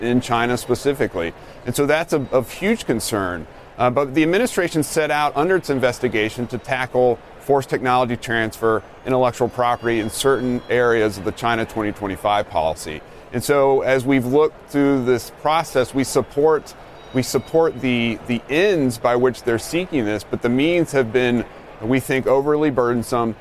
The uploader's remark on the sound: live at the New York Stock Exchange